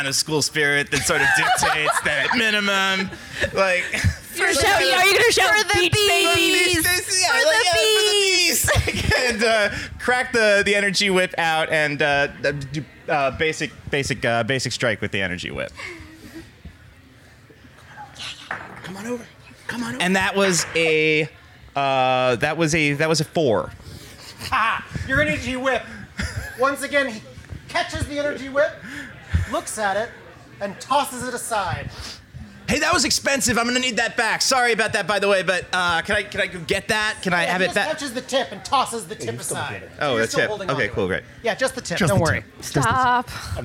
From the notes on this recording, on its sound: Live at IndieCade. We're releasing the complete LIVE SHOW from last fall's IndieCade.